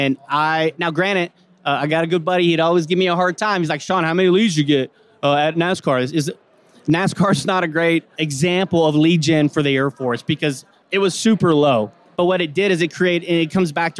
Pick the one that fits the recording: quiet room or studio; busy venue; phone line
busy venue